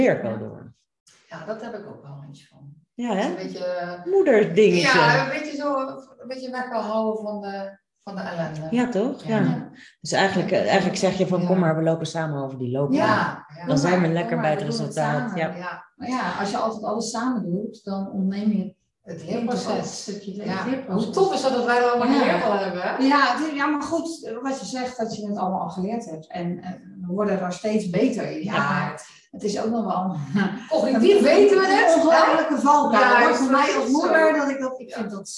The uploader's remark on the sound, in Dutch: De geluidskwaliteit van deze aflevering is iets minder dan je van ons gewend bent